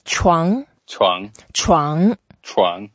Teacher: 床 is a second tone, so we make it up a bit and make it a bit longer